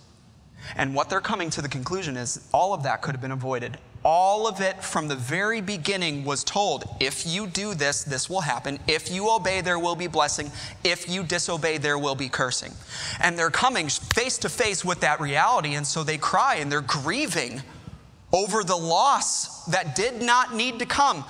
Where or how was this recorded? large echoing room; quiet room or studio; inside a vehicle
large echoing room